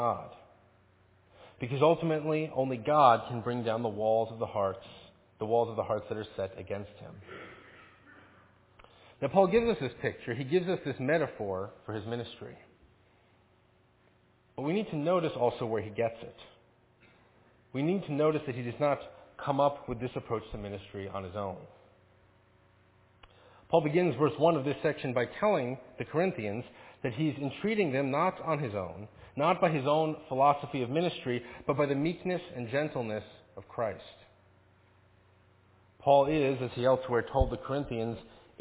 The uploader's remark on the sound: Faith Presbyterian Church – Evening Service